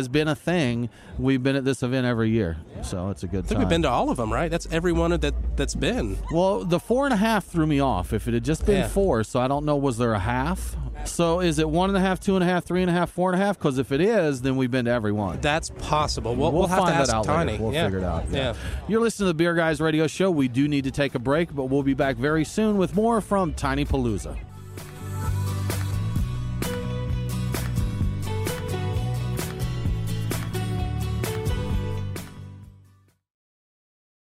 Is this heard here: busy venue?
yes